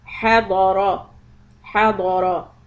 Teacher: The letter dod fatha is heavy and ra fatha is heavy.